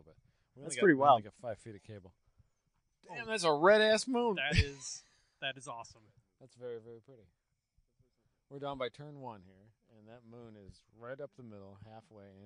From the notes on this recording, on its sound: Walking the track at Blackhawk.